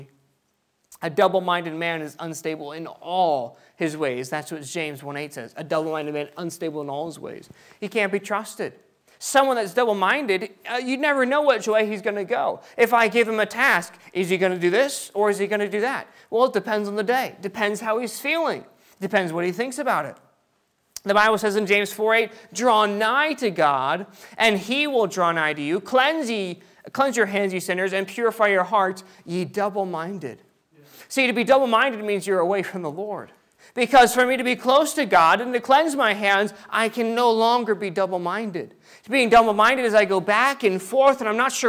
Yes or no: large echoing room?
yes